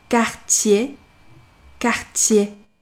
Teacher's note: 舌头的中部更加地贴近上颚，把贴变成了接